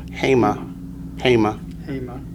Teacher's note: Accents on the first syllable